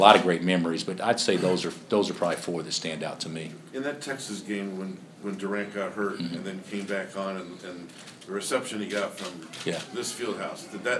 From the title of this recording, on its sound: Press Conferences & Post-Game Interviews